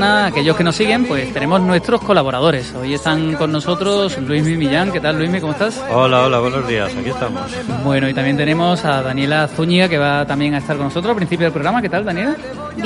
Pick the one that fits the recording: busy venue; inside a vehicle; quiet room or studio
busy venue